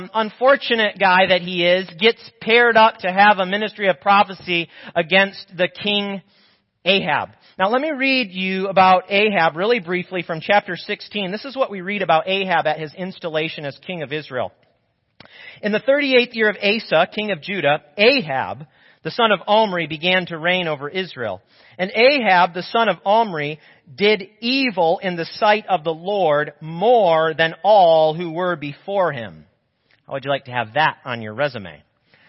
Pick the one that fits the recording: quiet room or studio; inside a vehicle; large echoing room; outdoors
large echoing room